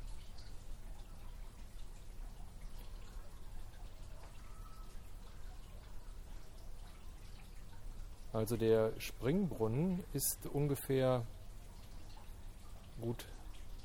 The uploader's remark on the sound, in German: Heute die erste Testaufnahmen mit dem Zoom H4n. Hört wie ich mit dem neuen Zoom durch unser Haus und unseren Garten gehen. Die Aufnahme wurde nicht nachbearbeitet und an dem Zoom kein Effekt eingestellt.